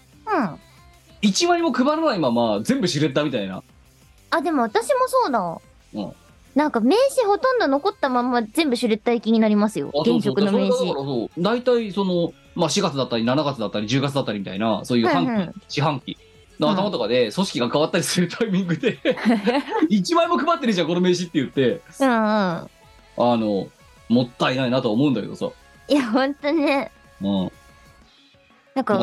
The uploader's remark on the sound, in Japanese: 荷解きをしながらお送りいたします。本番組はリモート収録です。収録時環境の影響により、全体的に聴き取り辛くなっております。途中で色々とノイズ等入りますが、収録時のものです。